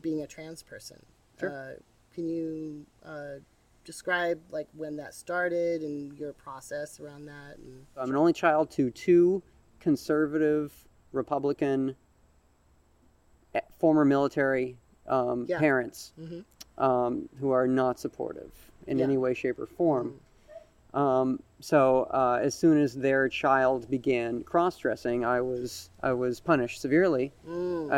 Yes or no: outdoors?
yes